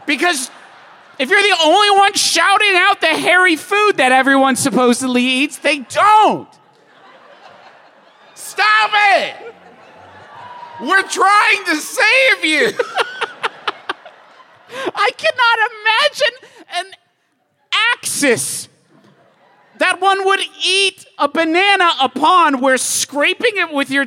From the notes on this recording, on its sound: Live from Detroit, MI, it’s our best show ever for no reason at all.